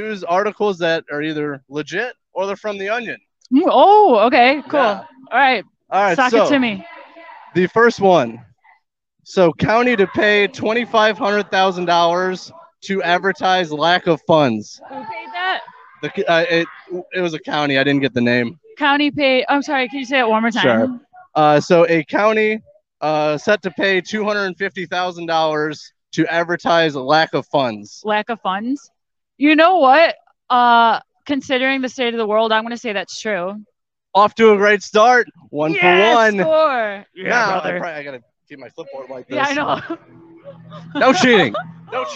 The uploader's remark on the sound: Live from Motoblot. This interview was filmed live on location at Motoblot in Chicago, IL.